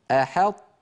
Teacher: بعد الحاء ننطق طاء ساكنة غير مقلقلة